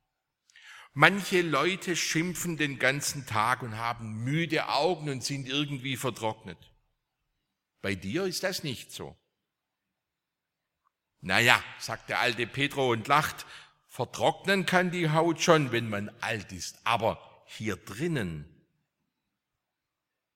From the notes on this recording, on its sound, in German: aus dem Gottesdienst der Liebenzeller Mission